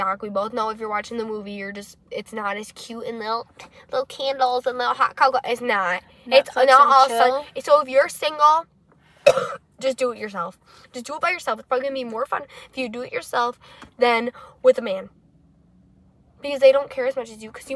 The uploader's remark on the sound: We filmed in the car to change it up a little bit!